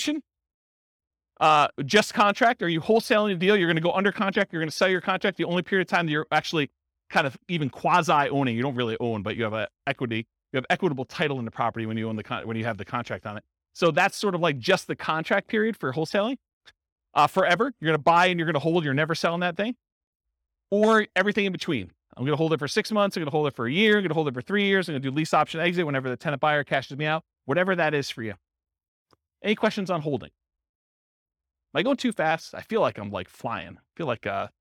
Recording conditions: live audience